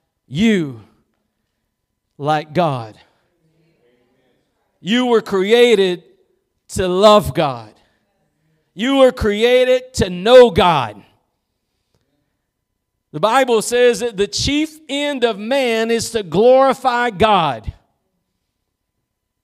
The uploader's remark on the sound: Preached at Gospel Lighthouse in Bossier City, La.